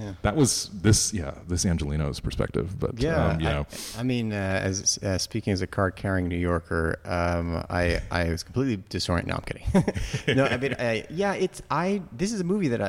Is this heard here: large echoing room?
no